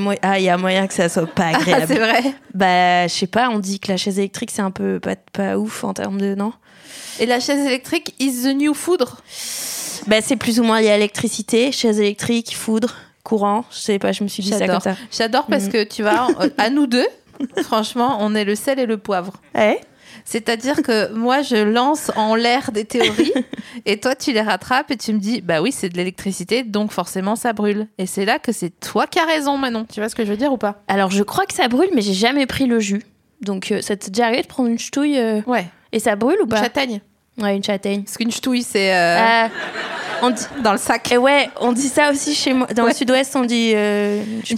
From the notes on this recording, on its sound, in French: Cet épisode a été enregistré le 5 octobre 2019 à La Nouvelle Seine (3 Quai de Montebello, Paris 5e)